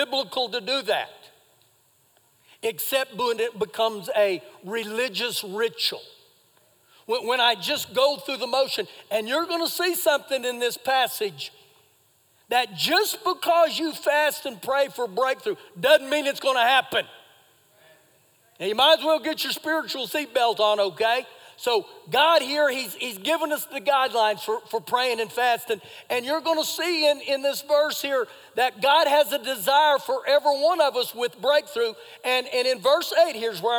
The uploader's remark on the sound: Recorded live during our Sunday morning service